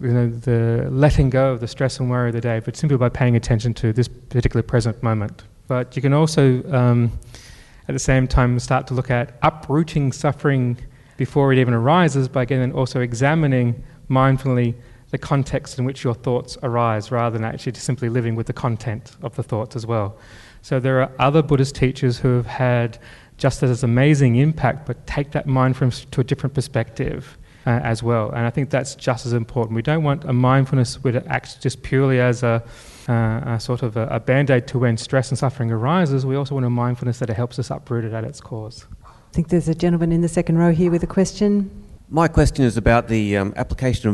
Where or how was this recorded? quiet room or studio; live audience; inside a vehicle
live audience